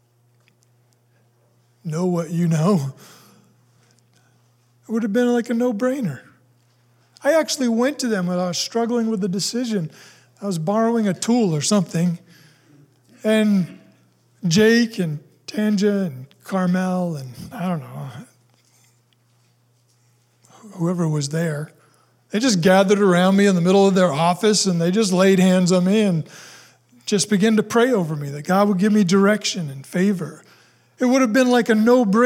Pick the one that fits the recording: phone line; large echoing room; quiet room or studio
large echoing room